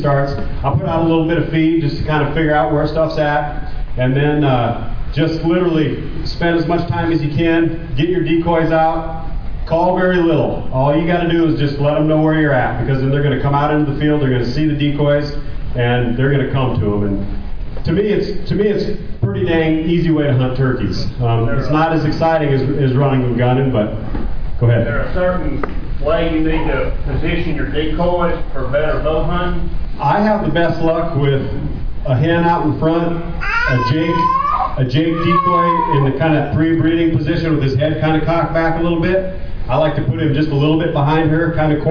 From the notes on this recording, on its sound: NWTF Convention and Sport Show in Nashville, TN. I have highlights of seminars that I recorded as well as interviews with some of the exhibitors who were at the show.